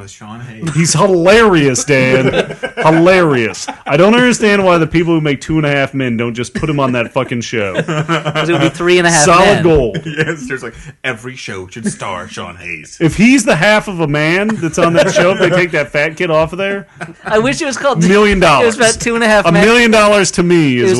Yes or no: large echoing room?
no